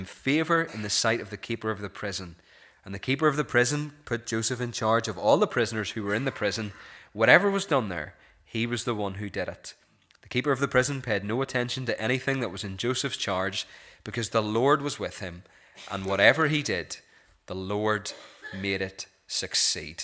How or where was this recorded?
large echoing room